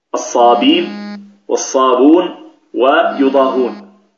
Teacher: هذه الثلاثة يقرأها قالون بحذف الهمز، أصلها الصابئين والصابئون ويضاهئون، فحذف الهمز فقط.